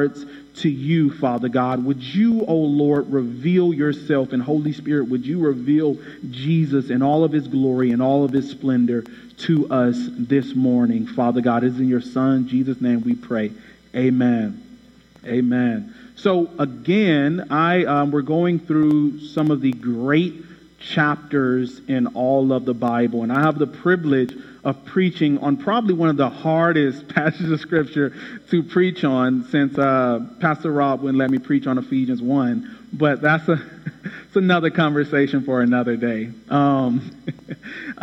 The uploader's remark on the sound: Shares a message from Huffman Baptist Church, where he preached on Colossians chapter 1.